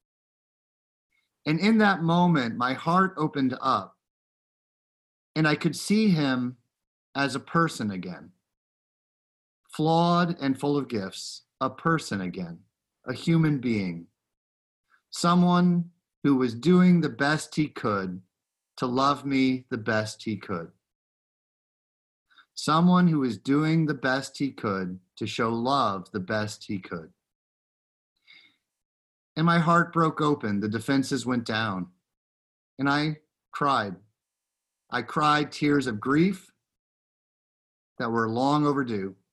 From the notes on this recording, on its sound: Recorded live in Zoom.us.